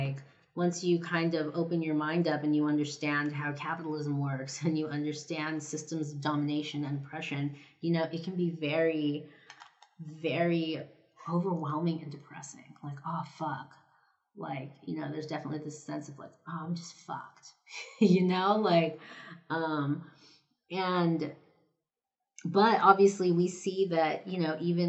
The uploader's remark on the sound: This episode was recorded right before I left on holiday, so you can hear me stamping and gluing all of your holiday cards in the background. My Yeti microphone just bit the dust, so the audio might sound a little different from previous episodes. Kindly, bear with me until I can afford a new mic set up.